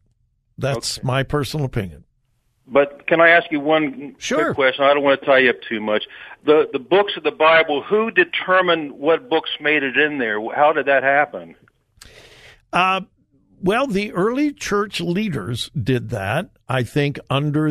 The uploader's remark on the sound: Open Phone Friday